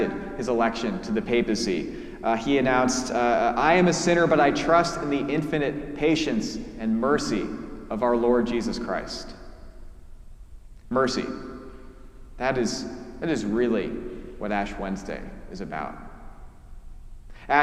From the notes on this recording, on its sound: preached at our celebration of the Holy Eucharist during our Ash Wednesday service